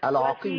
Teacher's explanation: خدي بالك بقى العين المرققة مش مفخمة